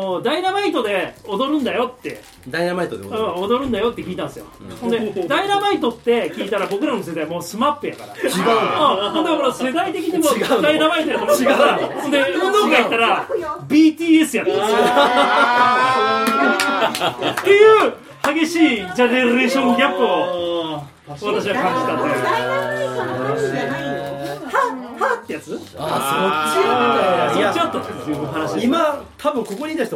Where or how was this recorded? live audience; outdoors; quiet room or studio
live audience